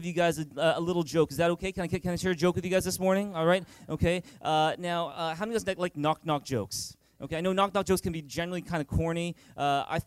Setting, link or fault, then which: setting, large echoing room